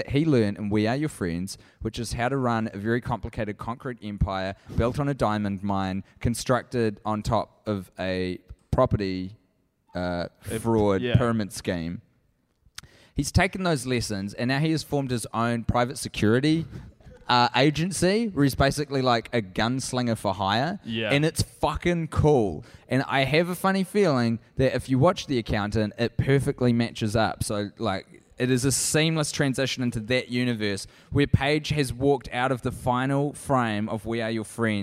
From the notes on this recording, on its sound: Recorded at the Now Hear This festival in Anaheim, California